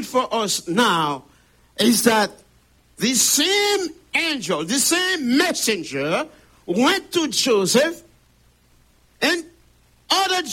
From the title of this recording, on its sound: Sunday Service Live